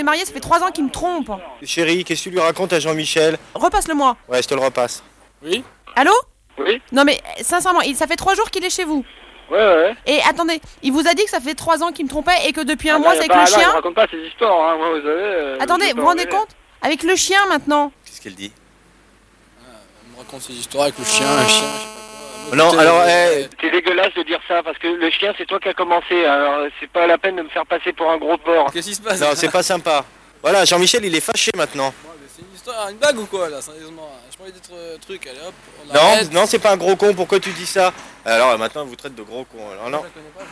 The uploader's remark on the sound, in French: Micro Caché Europe 2. Appelle sa femme au téléphone et demande aux passants d’être son alibi.